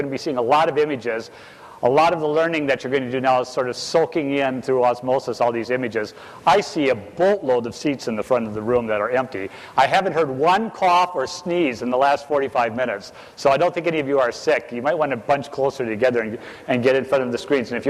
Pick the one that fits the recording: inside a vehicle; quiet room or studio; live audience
live audience